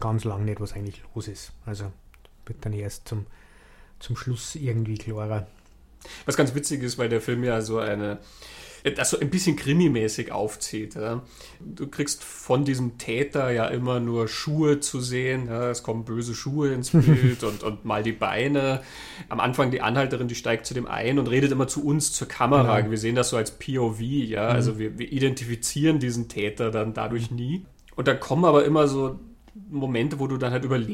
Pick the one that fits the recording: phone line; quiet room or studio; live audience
quiet room or studio